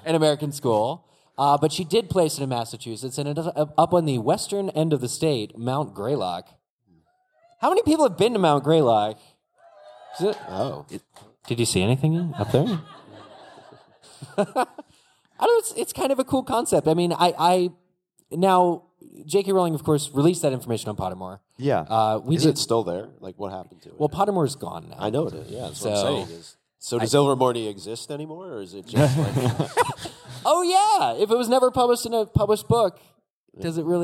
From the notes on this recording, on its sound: Live From LeakyCon 2019. We're live from LeakyCon in Boston.